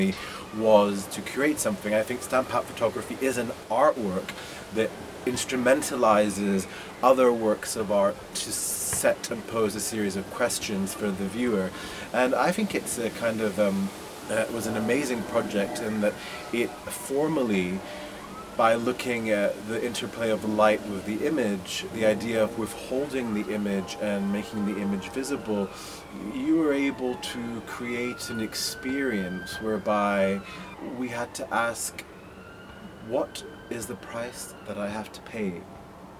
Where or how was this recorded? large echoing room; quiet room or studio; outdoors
outdoors